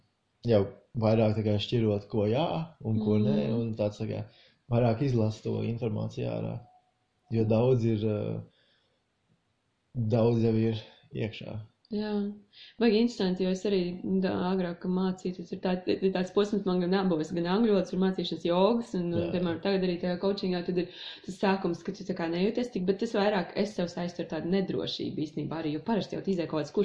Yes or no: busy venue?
no